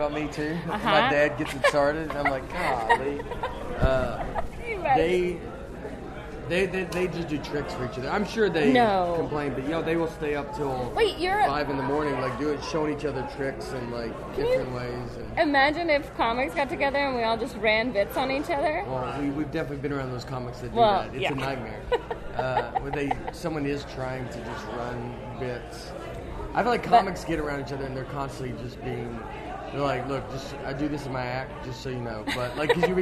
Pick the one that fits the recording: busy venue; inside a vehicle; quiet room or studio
busy venue